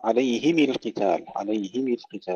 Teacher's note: أبو عمرو البصري يقرأ عليهم القتال، عليهم القتال بكسر الميم